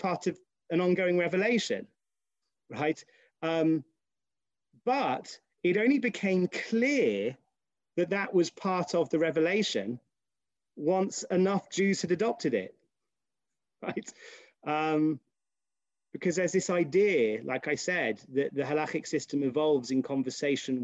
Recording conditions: video call